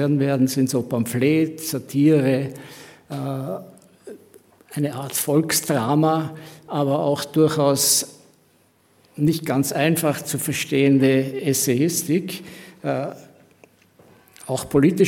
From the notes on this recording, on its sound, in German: Im Bruno Kreisky Forum live vor Publikum geführt und aufgezeichnet.